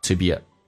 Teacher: English used to be aTo be a 不被强调，有弱化现象。首先 to 说成 t 加个 a，be 长元音可以说成短元音，因为有弱化